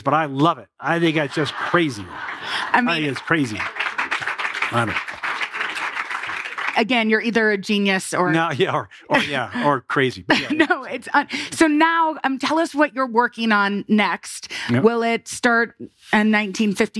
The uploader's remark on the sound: Chat in front of an audience at the Aspen Ideas Festival.